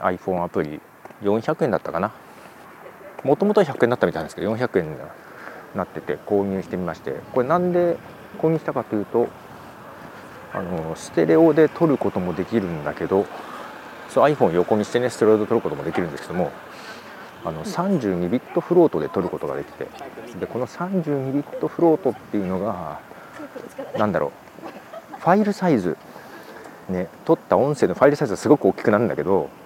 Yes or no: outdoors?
yes